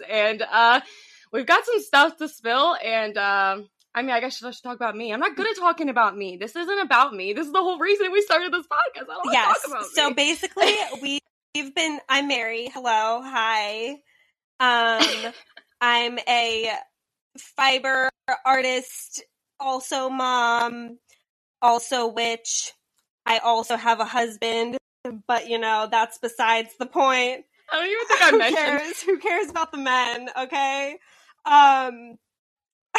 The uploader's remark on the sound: STICK WITH US, WE GET BETTER AND AUDIO GETS BETTER.